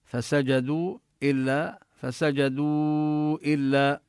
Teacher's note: هذا المد مد منفصل جائز نمده أربع حركات برواية حفص عن عاصم من طريق الشاطبية إلا إبليس كان من